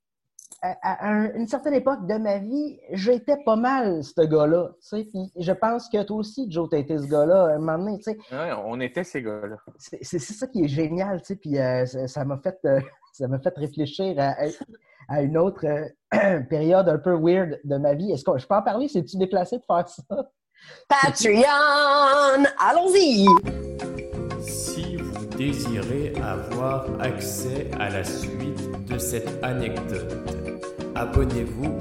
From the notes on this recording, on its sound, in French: La classe a eu lieue sur Zoom, en vidéoconférence.